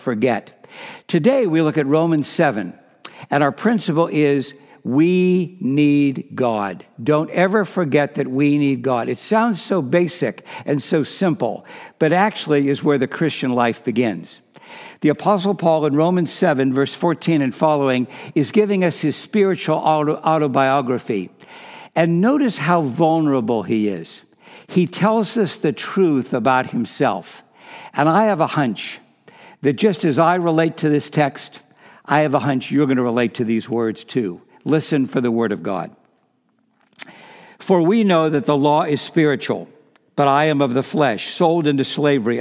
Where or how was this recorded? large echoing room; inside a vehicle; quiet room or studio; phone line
large echoing room